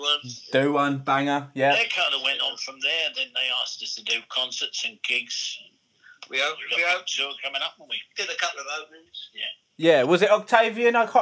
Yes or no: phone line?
yes